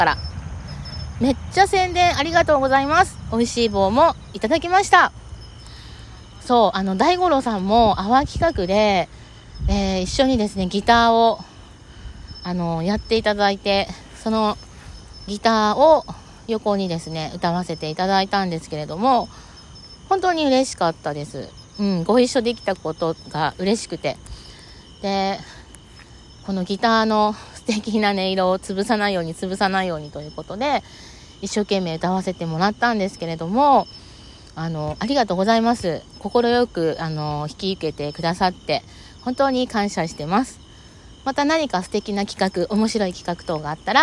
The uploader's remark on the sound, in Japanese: 野外収録。ザワザワ。お月様をみながら。